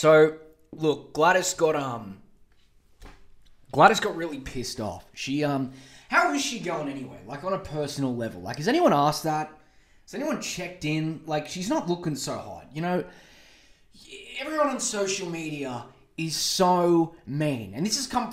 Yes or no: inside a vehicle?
no